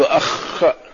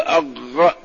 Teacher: وقالوا الخاء أظهر في الحروف في المخرج، لأنها كما تقول إذا أردت أن تعرف مخرج الحرف فأتي بالهمز وسكن الحرف وخف عليه. الخاء تقول أخ فهي من سقف الحلق، والغين تقول أغ كأنها داخلة إلى الحلق